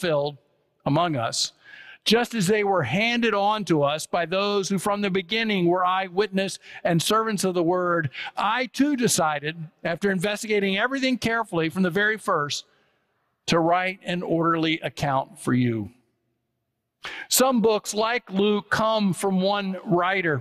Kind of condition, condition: setting, large echoing room